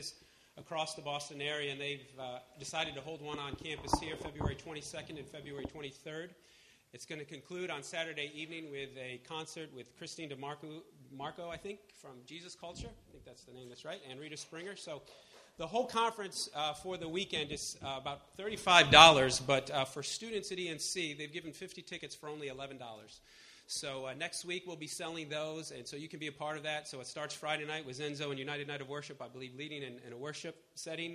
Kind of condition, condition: setting, large echoing room